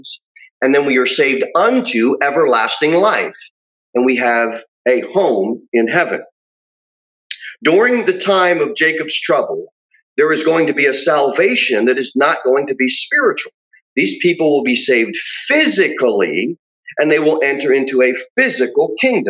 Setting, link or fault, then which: setting, large echoing room